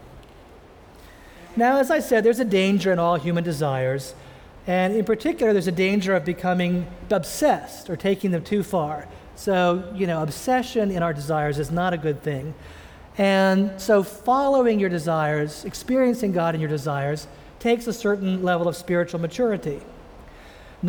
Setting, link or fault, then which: setting, large echoing room